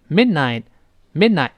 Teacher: Midnight，mid，中间那个字母 D 失去爆破了，读成 mid，憋下气